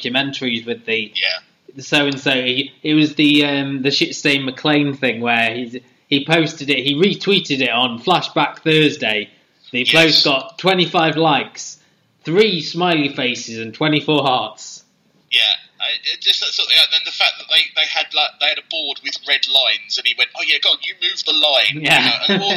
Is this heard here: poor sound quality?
yes